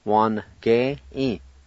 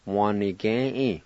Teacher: the I with the N will be silent most of the times · Shown in: first take · but it's okay if you pronounce it out.